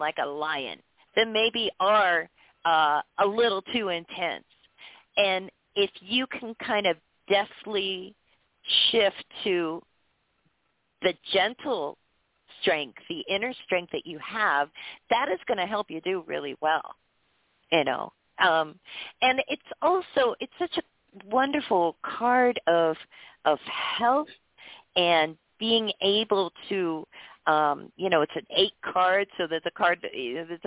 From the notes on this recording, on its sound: Taking your Calls for FREE Tarot Readings, Live On-Air!